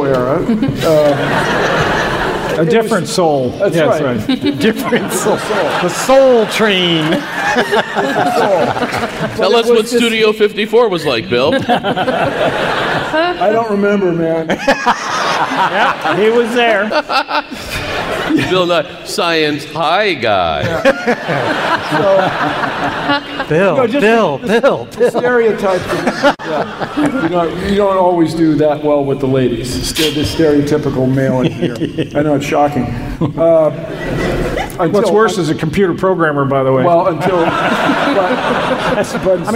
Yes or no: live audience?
yes